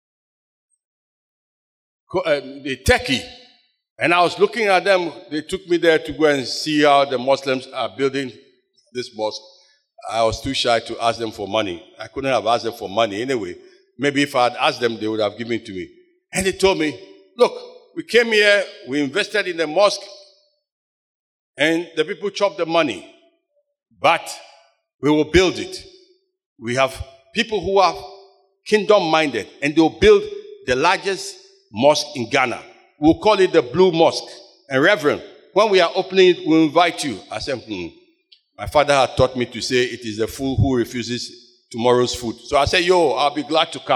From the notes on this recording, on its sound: Sermon preached at CBC Shiashie Campus